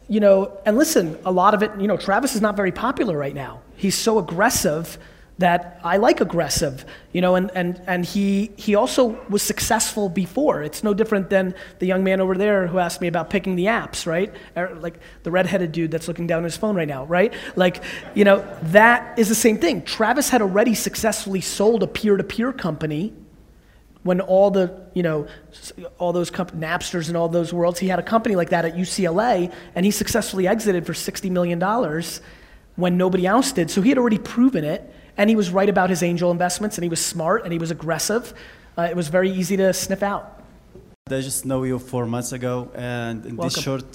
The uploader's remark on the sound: A Keynote: EntreCon, Salt Lake City 2017